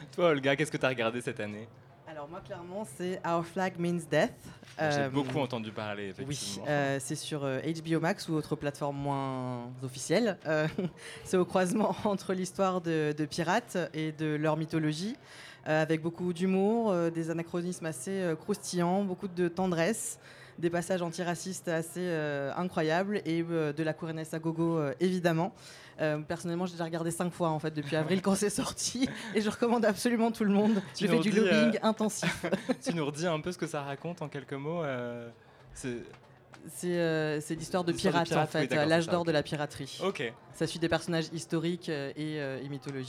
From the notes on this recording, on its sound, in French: Sur le char du Lobby. L'équipe du Lobby a célébré la fierté LGBT+ dans une grande Pride radiophonique...